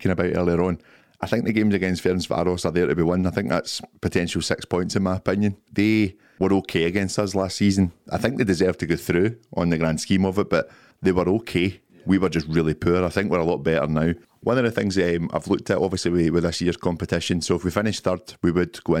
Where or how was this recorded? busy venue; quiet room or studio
quiet room or studio